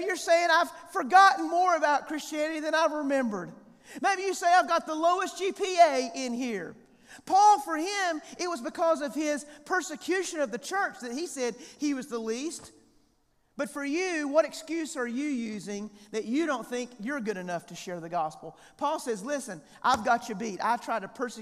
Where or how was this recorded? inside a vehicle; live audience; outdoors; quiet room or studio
live audience